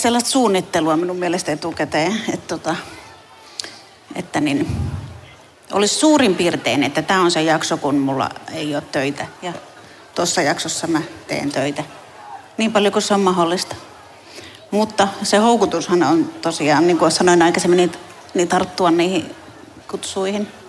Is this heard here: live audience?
yes